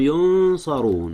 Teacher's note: أخفي النون قبل الصاد · Term: إخفاء